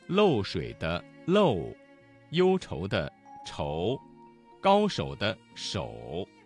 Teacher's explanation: 嘴唇要逐渐收拢，舌根抬高，口型由大圆到小圆 · Term: 复韵母